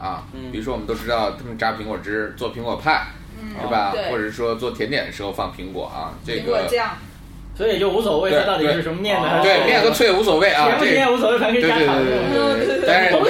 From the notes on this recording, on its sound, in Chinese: 本期节目为在张大妈办公区用录音笔录制，可能有街道上的杂音，请见谅。